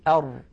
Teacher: يصطدم طرف اللسان مع ما يحاذيه من الحنك الأعلى لكن يبقى هنا هنا في الوسط يبقى فرجة بسيطة فتحة بسيطة